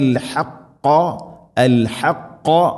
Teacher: ഖാഫ് തൊണ്ടയുടെ മുകൾ ഭാഗവും കഴിഞ്ഞുള്ള മഖ്റജ് ചെറുനാക്കിൻ്റെ ഭാഗം